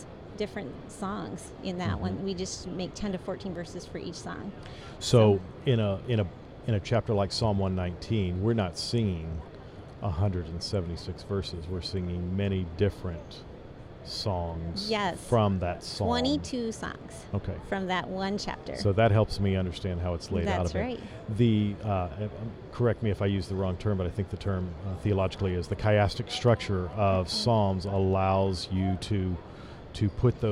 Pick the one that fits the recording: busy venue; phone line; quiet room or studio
busy venue